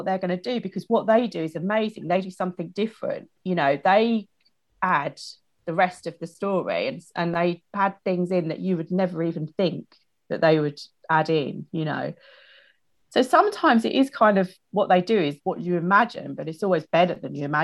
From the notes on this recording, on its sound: This interview was recorded during lockdown over zoom